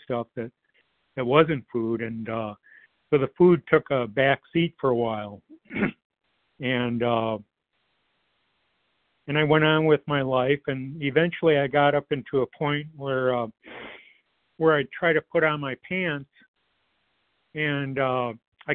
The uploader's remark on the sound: 100 Pounders Phone Meeting.